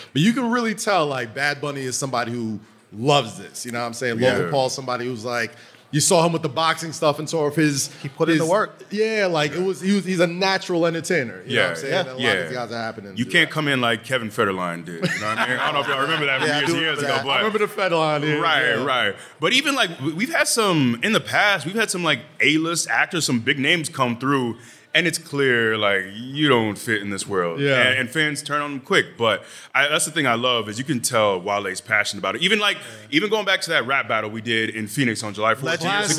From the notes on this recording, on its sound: live at the SummerSlam Store